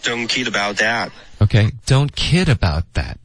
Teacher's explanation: That 别加重音是 kid 才是重音